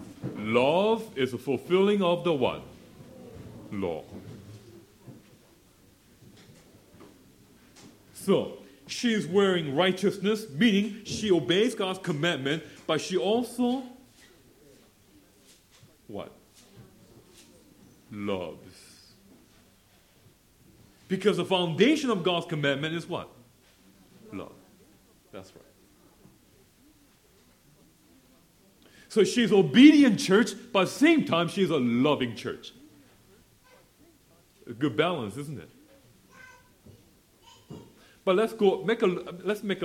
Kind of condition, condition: setting, live audience